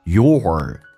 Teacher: with your 重度卷舌，整个嘴巴凸出来